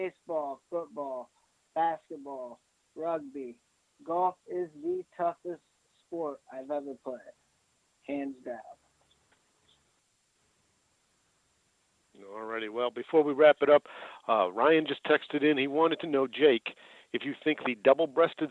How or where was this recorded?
phone line